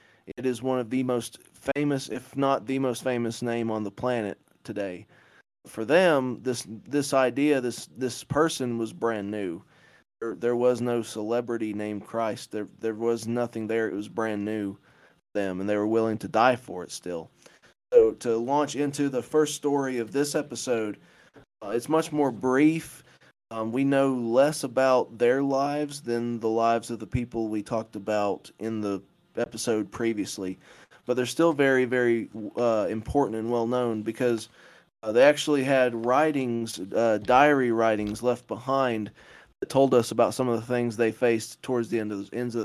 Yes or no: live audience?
no